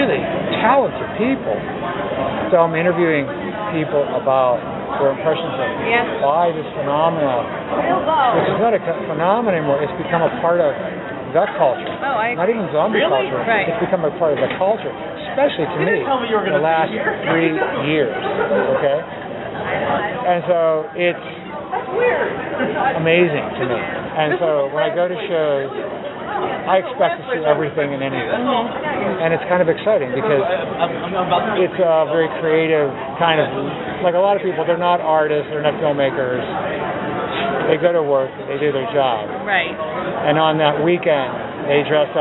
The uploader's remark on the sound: were interviewed while attending Infect Scranton, a Zombie Convention